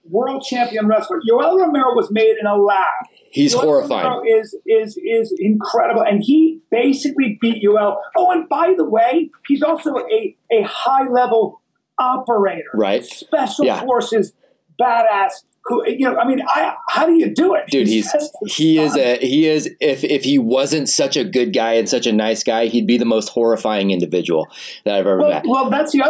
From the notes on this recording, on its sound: I messed up. As a result, the audio quality of today's episode is not up to par with what it usually is.